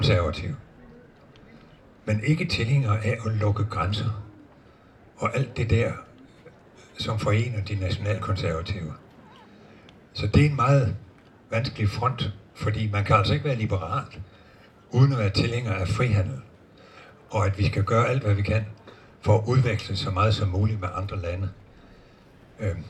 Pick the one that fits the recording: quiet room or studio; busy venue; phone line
busy venue